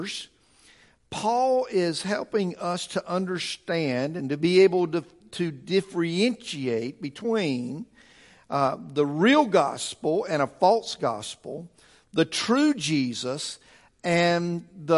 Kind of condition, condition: setting, large echoing room